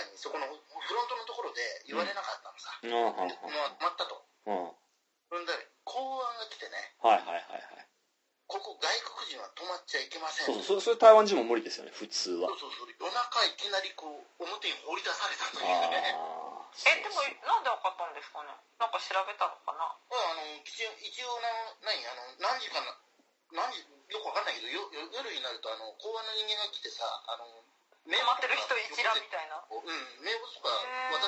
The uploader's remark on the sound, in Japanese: 中国大陸で生活する3人の日本人がお送りするPodcastです。We chatという通話ソフトでの収録のため、褒められた音質ではありませんがご了承ください。